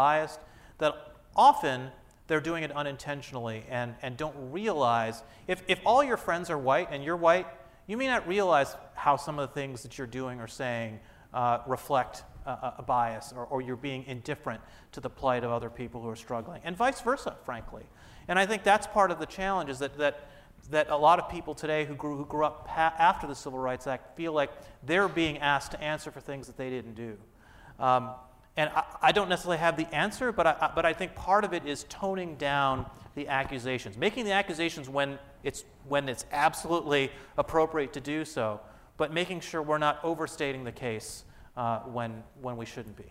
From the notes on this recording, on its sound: This Forum was the kick off for a two day conference